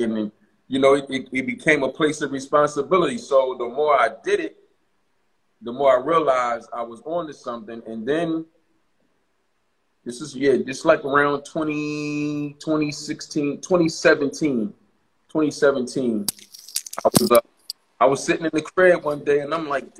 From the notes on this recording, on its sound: joined us on IG Live